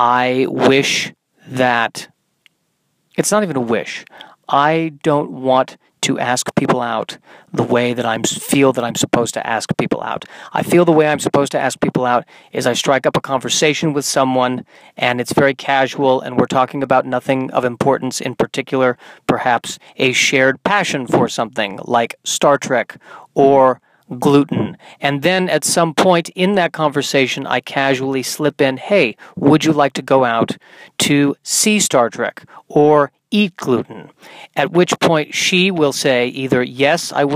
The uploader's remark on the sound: in my car on a Sunday afternoon